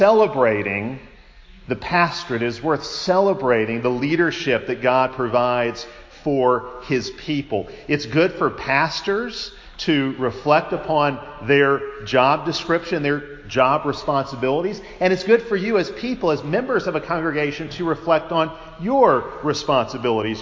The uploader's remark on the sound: Preached at Providence CREC in Pensacola, FL.